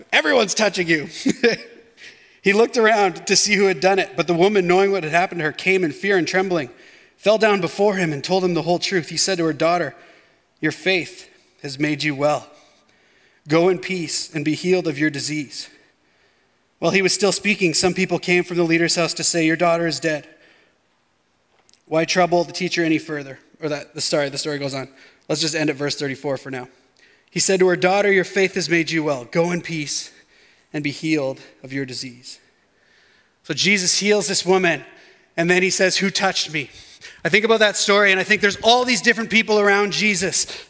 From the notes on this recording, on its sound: shared this message at West Meadows Baptist Church for our Edmonton Gathering in October, 2022.